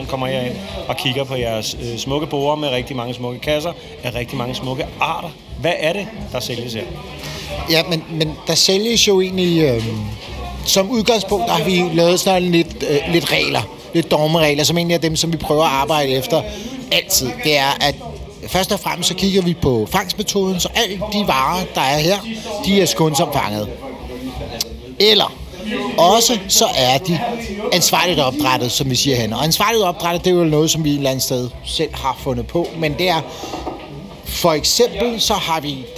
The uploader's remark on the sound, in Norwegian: "Fiskebyen 2023" Livereportage. Tid til en livereportage! Der bydes på bobler, god musik og godt humør i denne bonus-episode fra "Fiskebyen", byens skånsomme fiskemarked. Og så møder vi da også nogle af markedets skønne gæster.